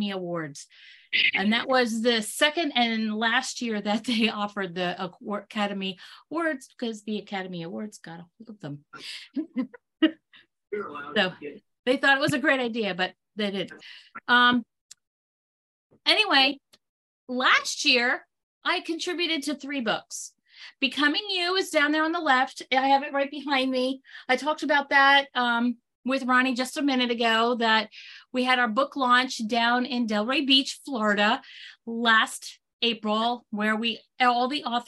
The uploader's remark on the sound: This Pocket Cast is the audio version of a webinar called An Introduction to Dysgraphia. It is uncut.